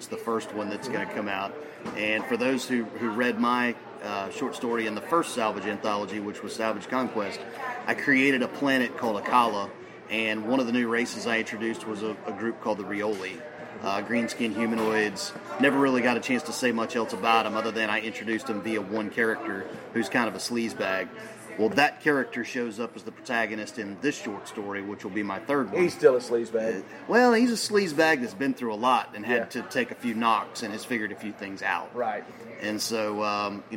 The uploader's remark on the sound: The guys check in from FantaSci 2021